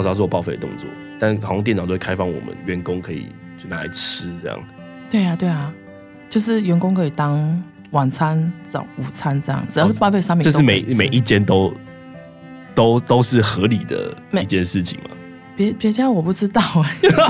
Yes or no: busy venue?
no